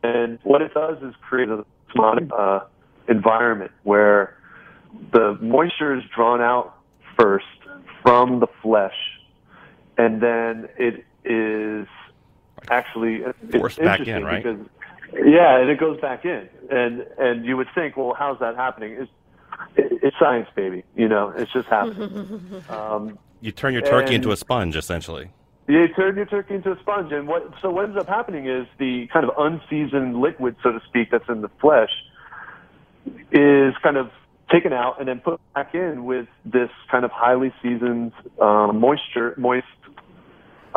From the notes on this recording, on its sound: live listener call-in show